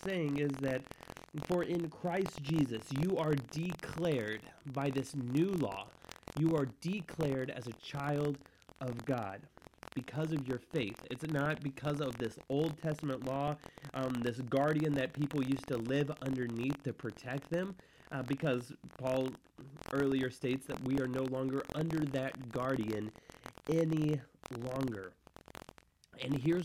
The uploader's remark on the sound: There were some audio issues during this show.